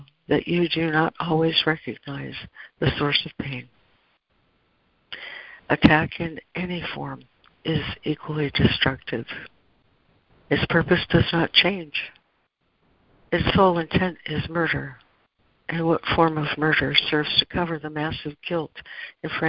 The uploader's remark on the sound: ACIM Daily Conference Call